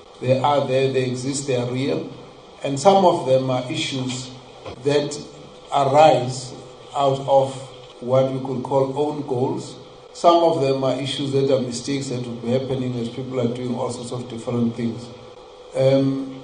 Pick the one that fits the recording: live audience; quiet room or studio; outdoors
live audience